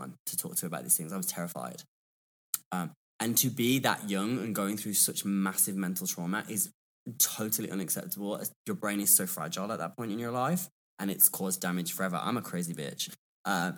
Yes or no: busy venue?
no